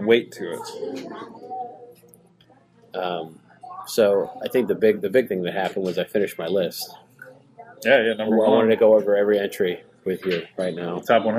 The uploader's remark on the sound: We apologize for the raw nature of this episode. Clinking silverware, ambient noise, and chatter with the staff all add to the experience.